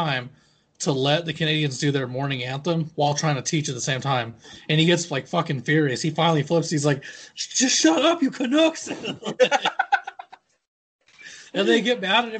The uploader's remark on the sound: socialism distance over Skype